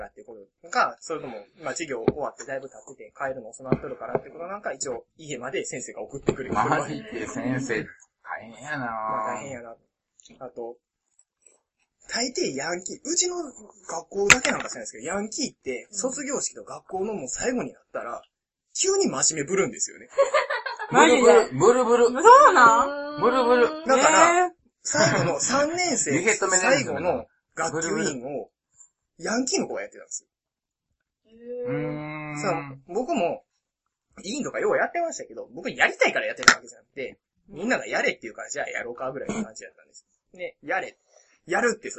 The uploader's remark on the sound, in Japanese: ごはんを食べながら収録してますので、もぐもぐ音が多量に発生しておりますので。